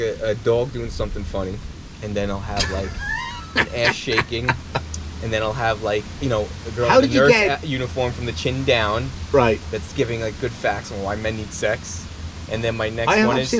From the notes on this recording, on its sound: The guys take the show outside the 400 degree studio. Brings his dog to the beach.